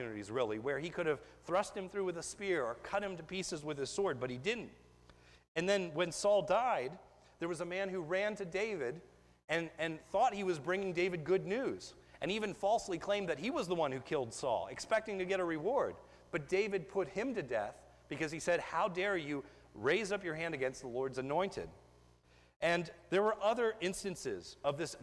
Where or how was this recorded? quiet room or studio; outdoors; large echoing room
large echoing room